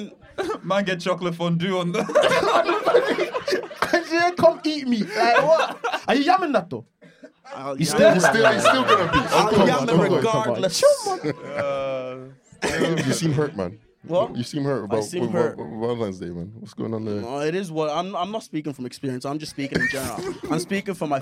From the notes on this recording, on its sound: The live show was held at the Podcast Studios here in Dublin. With our live studio audience.